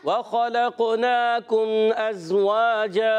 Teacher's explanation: واو کی ادائیگی ہونٹوں کی گولائی سے ہے